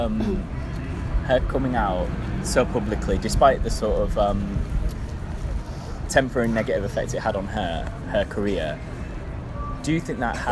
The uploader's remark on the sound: This episode was recorded outside so apologies for background noise.